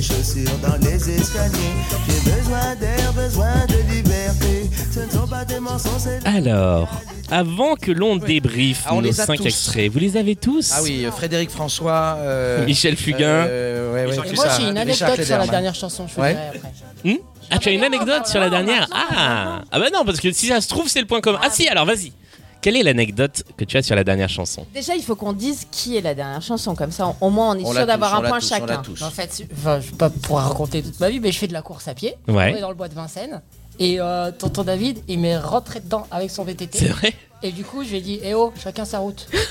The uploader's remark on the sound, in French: Et c'est toujours enregistré en public au Pley Hotel, qui nous a fait le plaisir d'accueillir l'enregistrement de cette émission !